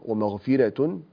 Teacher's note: ترقيق الراء في كلمة ومغفرة كأنها راء مفتوحة وقبلها كسرة متصلة، فنرققها